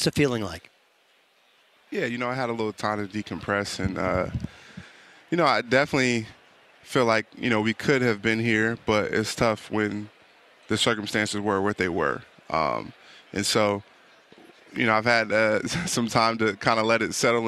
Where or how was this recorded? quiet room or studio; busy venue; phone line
busy venue